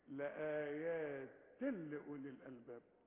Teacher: التنوين اللي بعده لام إضغام كامل لكن بدون غنة